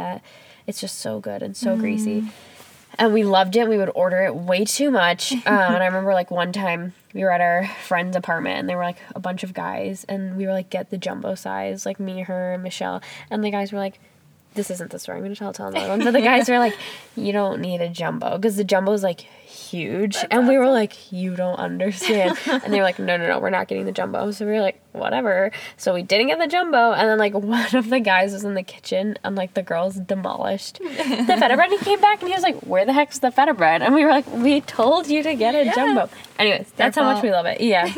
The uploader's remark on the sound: Hop in the car with them as they chat in the parking lot of Custard Time, the ice cream store they grew up working.